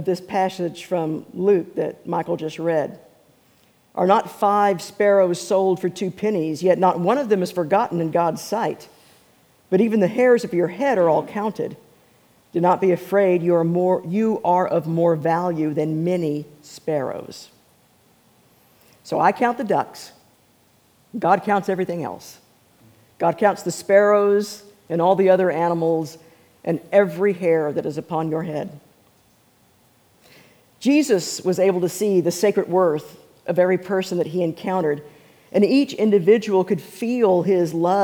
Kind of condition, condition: setting, large echoing room